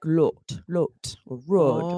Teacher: Whereas in some countries, it would be like lot, or rod, right? It's a rounded vowel.